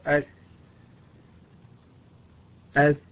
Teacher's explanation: مخرجها الخاص تخرج من منتهى طرف اللسان وفويق الثنايا السفلى، يخرج الصوت من بين الثنايا العليا والثنايا السفلى، من بين الثنايا العليا والثنايا السفلى. · Term: حرف السين